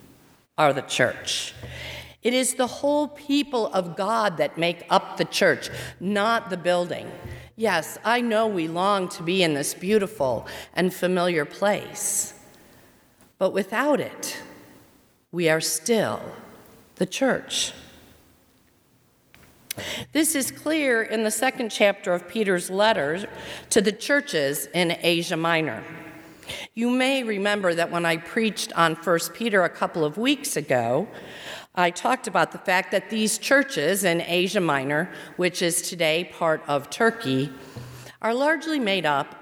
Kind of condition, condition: setting, large echoing room